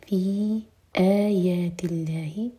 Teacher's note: في مد منفصل چارہ کھینچیں گے، اس کے بعد حمزہ کٹ آف ساؤنڈ کے ساتھ. في آيات الله، لام جلال اللائٹ، انا نون پر غنہ اور پھر دو حرکہ کھینچیں گے، نون پر فتح ساتھ میں الف مقصورہ دو حرکہ لمبا.